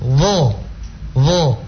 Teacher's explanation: Menyebut huruf dha sama dengan menyebut huruf za, tapi dia diangkat pangkal lidahnya.